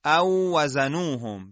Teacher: واو ساکنه است، در واو متحرک ادغام میشه او و زنوهم، و اینجا این ادغام بدون غنم هست، یعنی غنه‌ای وجود نداره در اینجا.